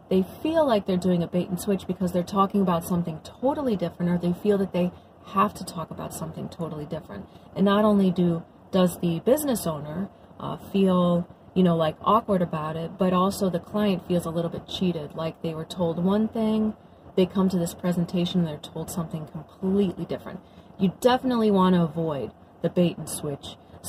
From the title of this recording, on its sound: Carcast